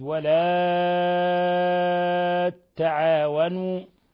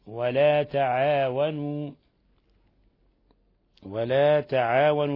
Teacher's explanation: فالبزي هذا يمد اللام الأليف مدا مشبعا وللساكن الذي بعده، ويشدد التاء ويشبع المد · Shown in: first take